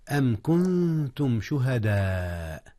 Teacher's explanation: شهداء أربع حركات على الأقل، وعلى الأكثر ست حركات، والمد المتصل ننبه عليه هو أن يكون الألف أو الواو أو الياء في الكلمة وتليها الهمزة مباشرة، يعني أن يكون حرف العلة أو حرف المد والهمز في كلمة واحدة. · Term: مد واجب متصل